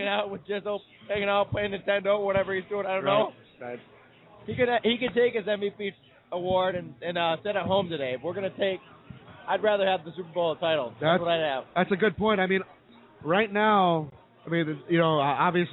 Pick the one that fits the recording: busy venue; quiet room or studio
busy venue